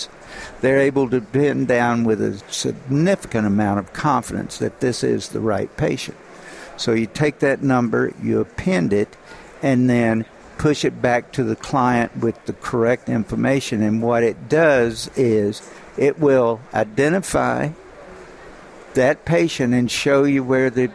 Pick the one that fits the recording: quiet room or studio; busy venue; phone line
busy venue